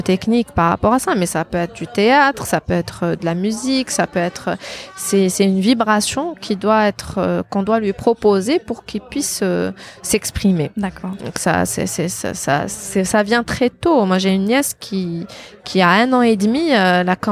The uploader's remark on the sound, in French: Cet épisode a été enregistré à Paris. Dans un café qui malheureusement s'est très vite rempli, vous entendrez donc les bruits de fond du lieu.